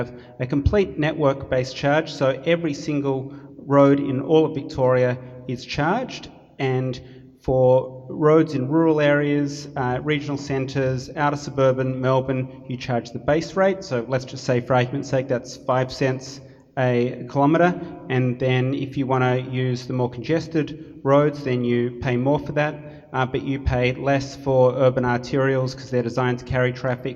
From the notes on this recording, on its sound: Event podcast: in this Policy Pitch event, a panel of transport and infrastructure experts explored.